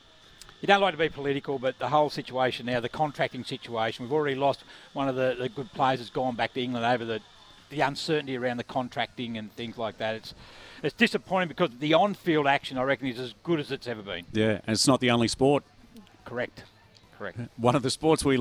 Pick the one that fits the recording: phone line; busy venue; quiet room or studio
busy venue